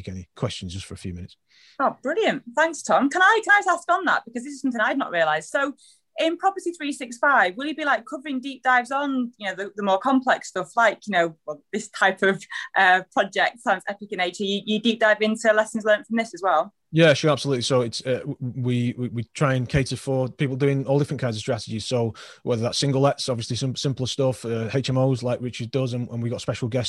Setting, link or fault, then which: link, video call